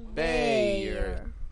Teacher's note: we open our mouth wide and we get an A. And then we close our mouth to get a Y, A. And then we bring the tip of our tongue up, Bayer.